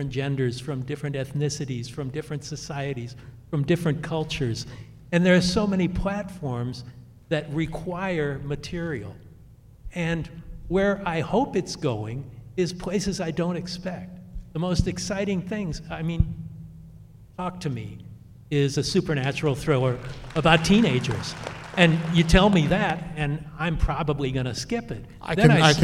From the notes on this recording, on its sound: Taking place LIVE from the historic Egyptian Theatre Hollywood. LIVE from The Egyptian Theatre Hollywood. For an unforgettable night with a packed audience.